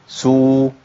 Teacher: والسين لما تكون مضمومه هيئه مط الشفتين الامام